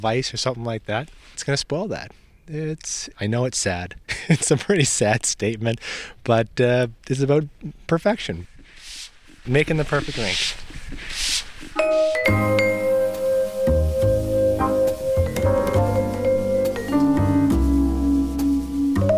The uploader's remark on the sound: an audio postcard from his neighborhood rink in Ontario